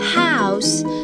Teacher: ou 在这边呢是一个双元音，所以需要你从 a 过渡到 o，所以是 ou 这个发音，house。House，那注意一下 house 中的一个 ou 呢，我们在发音的时候一定要把 a 到 u 的一个过渡啊读出来，这样的整个单词才会读得更好听，要不然就成了 house 是吧？但其实是 house。OK，好，我们来看一下它的用法。House 呢是我们生活必需品，房子是吧？那它的一个复数呢是 houses 啊，注意一下这边呢加上 s 之后是 is 的一个发音 houses。所以我们说 I